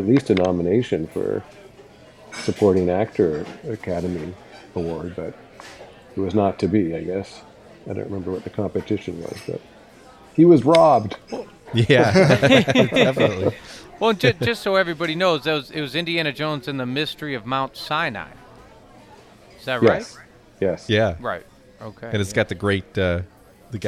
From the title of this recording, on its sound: Live from the Lion's Head